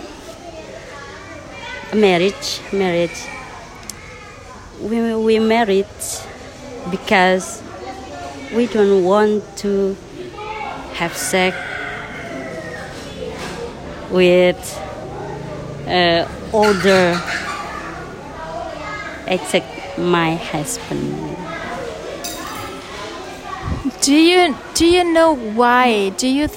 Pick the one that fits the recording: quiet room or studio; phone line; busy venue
busy venue